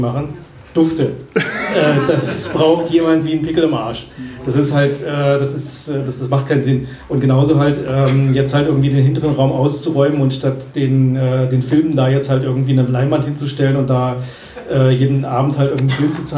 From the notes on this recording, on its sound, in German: Videodrom Live-Talk. Die Wortmeldungen aus dem Publikum wurden aufgrund der mangelhaften Tonqualität stellenweise gekürzt.